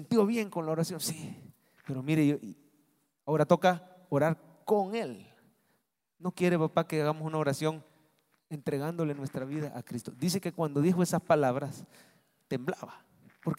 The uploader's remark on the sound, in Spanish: Mensaje predicado en vivo desde el Centro Familiar de Adoración, Viernes Santo 2023